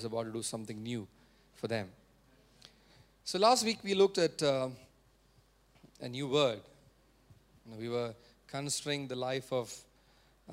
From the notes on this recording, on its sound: preached at Sunday Service on 12 November 2023 at Revelation Church